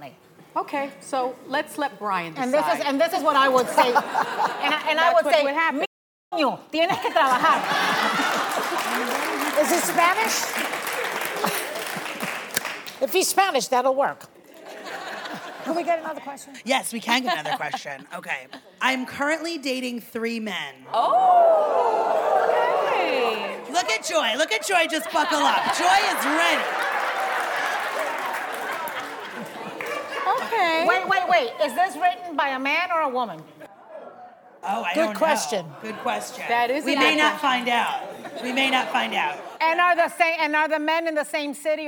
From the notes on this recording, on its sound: The Co-Hosts Answer Studio Audience Questions!